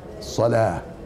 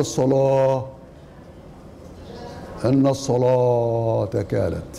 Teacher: مثلا أقول بالفتح الصلاة، فأنطق بالألف مفتوحة هكذا الصلاة فتح، لكن إذا أردت الإمالة أميل الفتحة ناحية الضمة · Shown in: second take · فأقول الصلاة، إن الصلاة كانت.